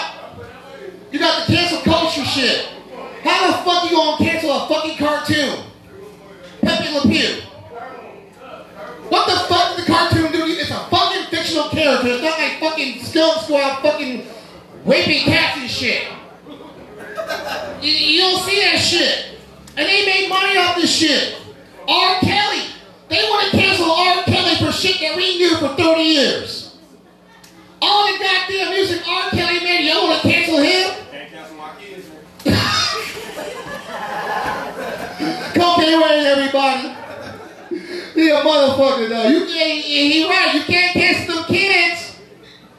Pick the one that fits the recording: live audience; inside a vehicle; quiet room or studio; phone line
live audience